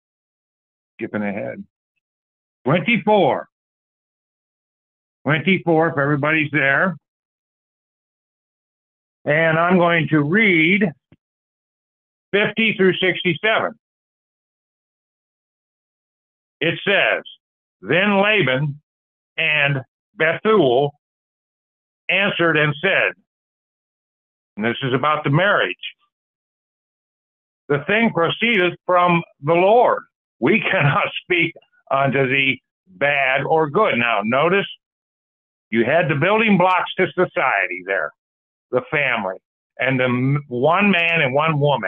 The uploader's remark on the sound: Call In Bible Study